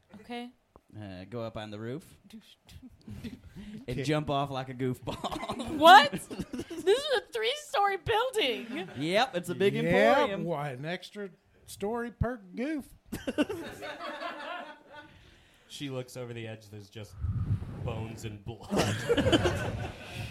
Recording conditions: live audience